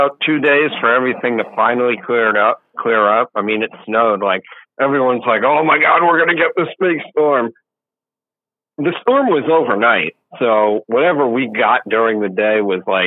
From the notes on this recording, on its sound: The caller called.